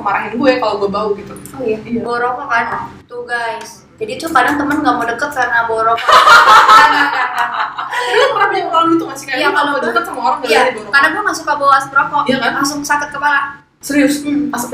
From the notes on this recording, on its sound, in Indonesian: Maaf, kemungkinan ada sedikit suara yang kurang bagus karena masalah teknis.